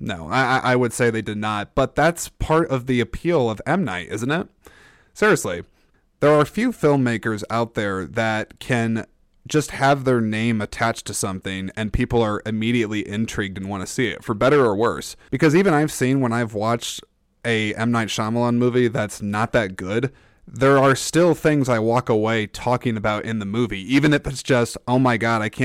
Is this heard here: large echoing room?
no